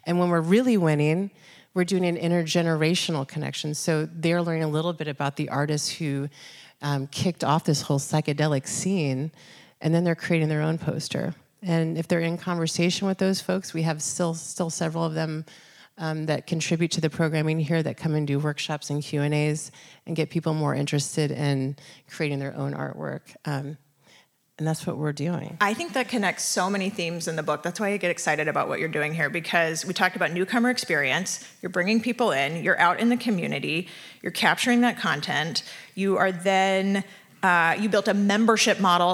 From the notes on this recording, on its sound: a live show we recorded just last night at the book launch party here in San Francisco